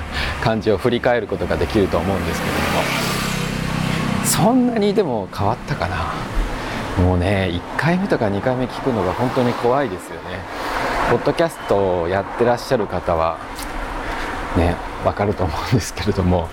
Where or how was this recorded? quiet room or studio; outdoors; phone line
outdoors